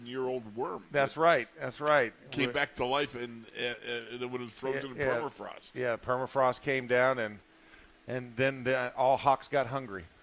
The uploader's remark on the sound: In the Locker Room Live from Steelers Camp Day 5